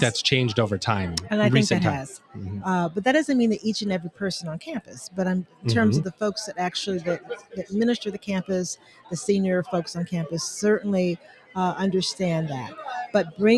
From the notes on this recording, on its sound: Recorded LIVE & in person from the Middle States Commission on Higher Education (MSCHE) 2023 Annual Conference, in Philadelphia, PA.